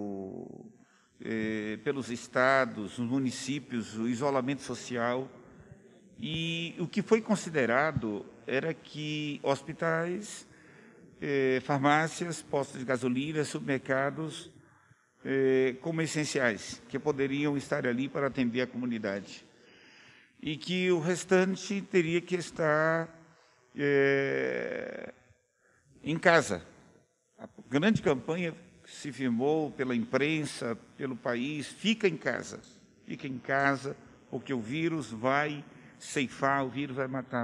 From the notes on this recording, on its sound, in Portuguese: durante cerimônia de entrega do Título de Cidadão itatinguense na Câmara Municipal de Itatinga